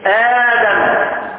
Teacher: حركة ما قبلها زي آدم أصلها إيه أدم أصلها إيه أدم أبدلت الهمزة الساكنة حرف مد من جنس حركة ما قبله